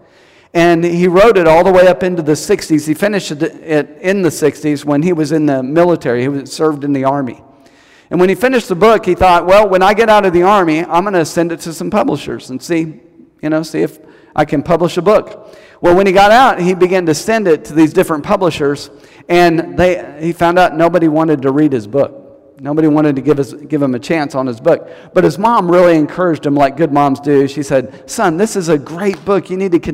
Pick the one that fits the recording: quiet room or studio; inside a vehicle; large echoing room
large echoing room